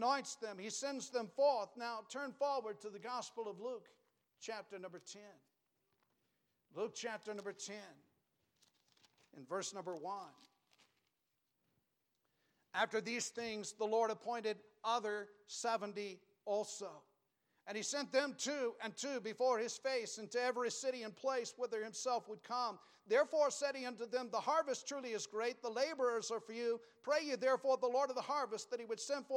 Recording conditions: large echoing room